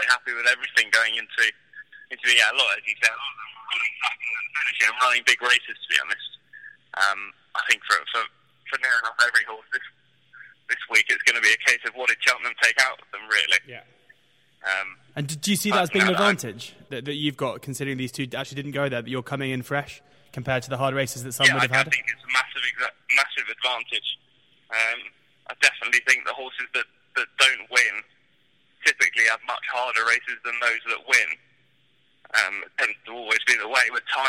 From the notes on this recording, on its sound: call in from Taunton and Barbados respectively